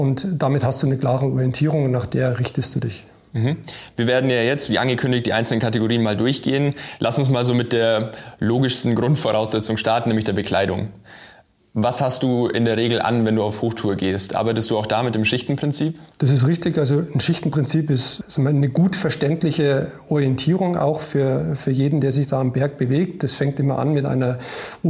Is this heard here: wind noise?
no